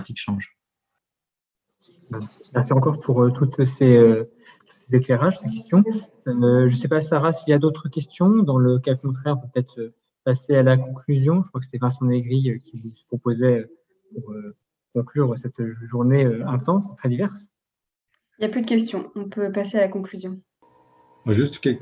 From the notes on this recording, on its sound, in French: Discussion Enregistré sur Zoom